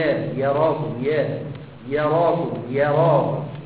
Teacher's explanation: يبقى الياء رقيقه والراء فخمه